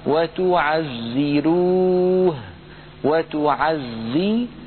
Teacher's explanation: الراء مضمومة وقد سبقت بكسرة متصلة، لذلك ورش رحمه الله يرققها